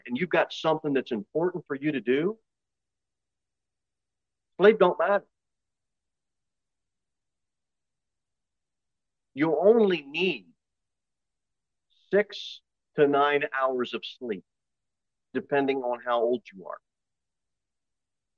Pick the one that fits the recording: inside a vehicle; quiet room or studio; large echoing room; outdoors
large echoing room